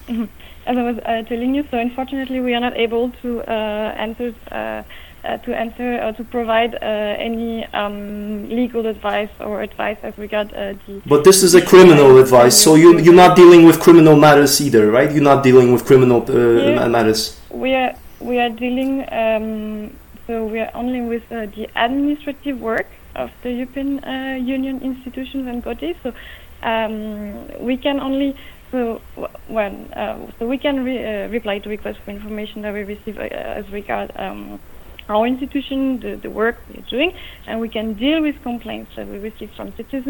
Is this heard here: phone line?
yes